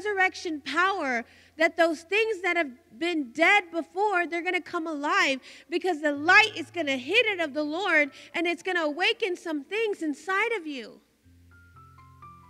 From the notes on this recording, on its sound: Recorded live from the Eagles Arise Gathering In Stryker, Ohio